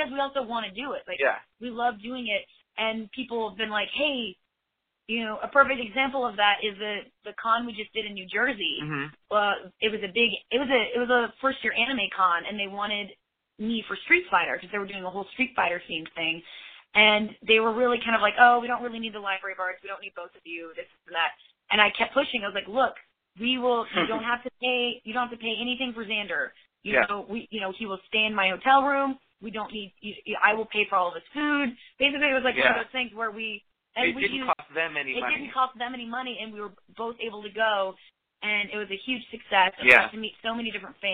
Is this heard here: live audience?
no